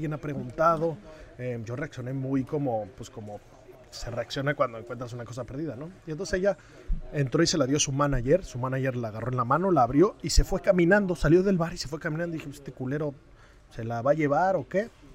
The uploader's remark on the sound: Live From The OPEN.